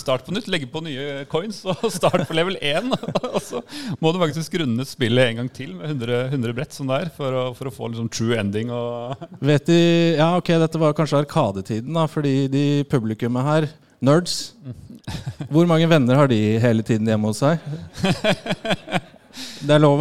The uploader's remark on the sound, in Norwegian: Dette er det et lydopptak fra liveshowet.